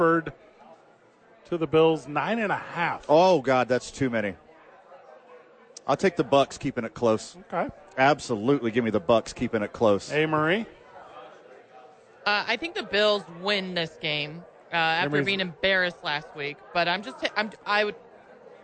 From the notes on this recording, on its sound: live from Sadies at 4th Street for TNF